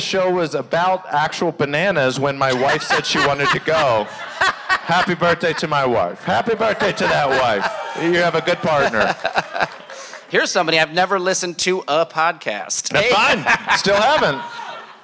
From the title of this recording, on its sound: Live From Asbury Park